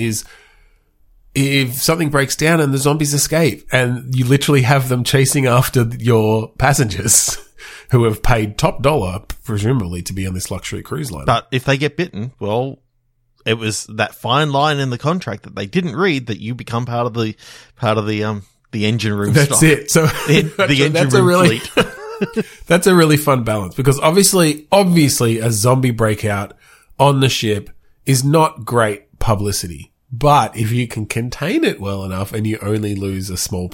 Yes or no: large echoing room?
no